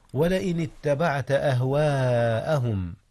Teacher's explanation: مد الألف متصلا حيث وقعت قبل الهمزة في كلمة واحدة · Term: المد المتصل